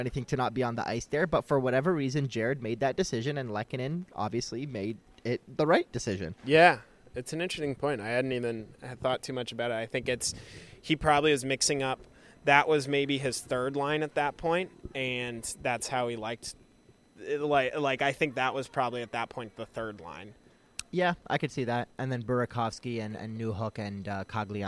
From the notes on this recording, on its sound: are at Rogers Place in Edmonton